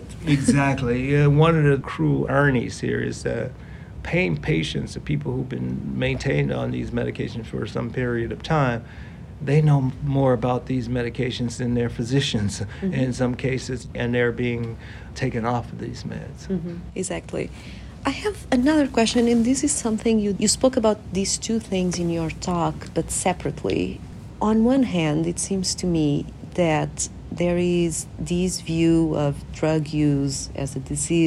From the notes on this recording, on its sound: Recorded on-site at the convention. At the 2023 APS Annual Convention.